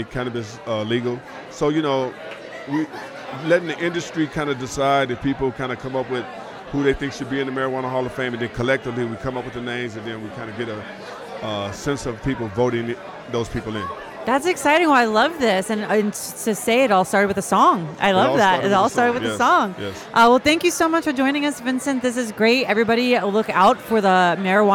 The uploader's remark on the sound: Produced live at …’s Networking Event at the Electric Hotel in Chicago’s River North neighborhood. With the Electric Hotel brimming with excitement to hear from Keynote Speakers and network with like-minded people in the industry.